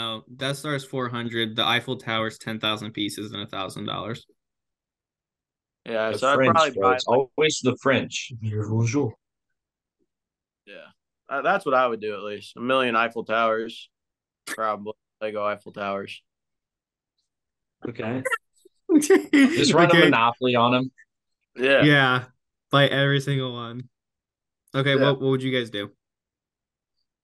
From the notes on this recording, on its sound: First Virtual Podcast. Join us on this episode as we try to figure out how to work Zoom.